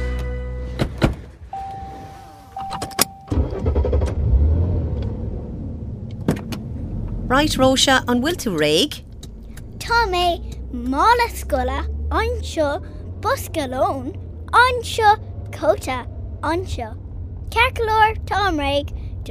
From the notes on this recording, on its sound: Conversation in the car.